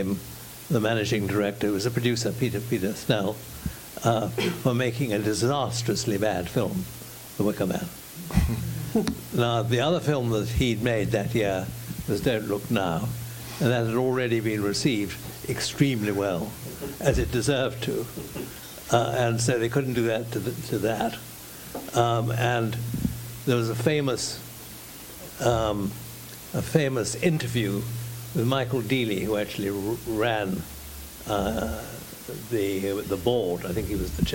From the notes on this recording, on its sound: The Q & A that was recorded from this evening. (Walthamstow International Film Festival).